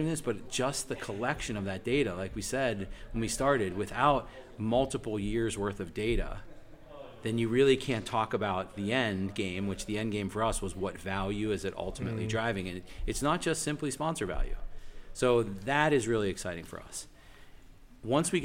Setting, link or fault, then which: setting, busy venue